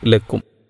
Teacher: സാധാരണഗതിയിൽ ഓതയുണ്ടത് ആ മീമിനെ വ്യക്തമാക്കിക്കൊണ്ട് പാരായണം ചെയ്യുക, സുക്കൂനുള്ള മീമിനെ വ്യക്തമാക്കി ഇൽഹാറ ചെയ്ത് പാരായണം ചെയ്യുക എന്ന് പറഞ്ഞാൽ രണ്ട് ചുണ്ടും പരസ്പരം ബന്ധിപ്പിച്ച് ചുണ്ടും പൂട്ടി ഉച്ചരിക്കുക